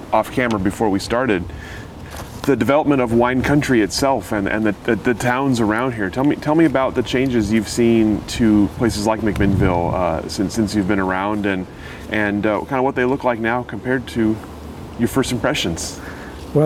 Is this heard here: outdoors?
yes